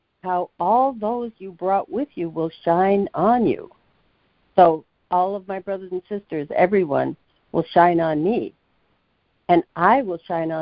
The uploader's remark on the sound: ACIM Daily Conference Call.